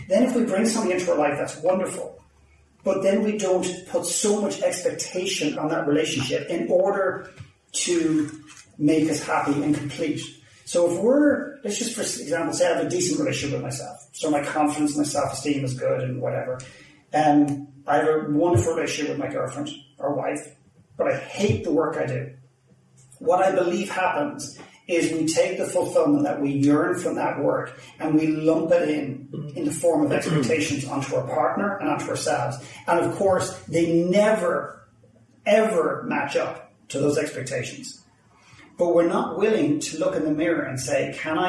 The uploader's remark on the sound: Apologies for the poor audio quality